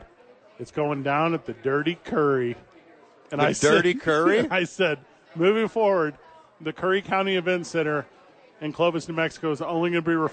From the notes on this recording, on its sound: live at Sadies